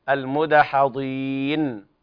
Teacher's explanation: النون الموقوف عليها ساكنة لا تقلقل